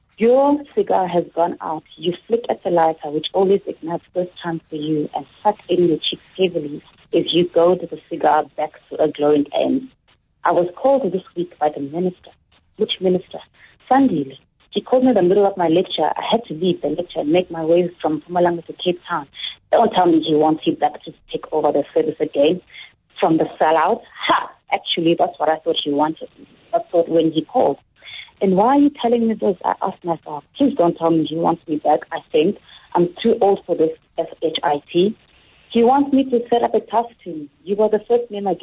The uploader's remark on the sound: Listeners call in to read from their favourite books.